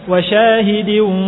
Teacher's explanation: Wa syahidin idgham. Naqis bi gunnah, tanwin bertemu dengan wawu. Jadi ada gunnahnya, jangan dibaca wa syahidiw.